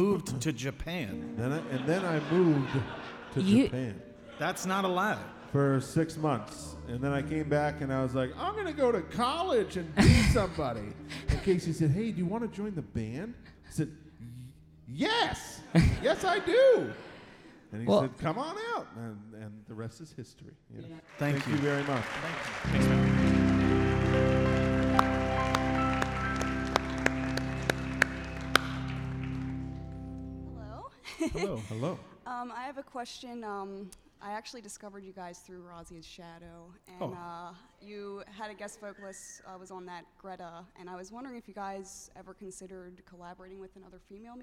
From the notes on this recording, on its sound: This episode was recorded on November 12th at Murmrr Theatre in Brooklyn, NY during the fourth stop of the Fossio et Satio tour.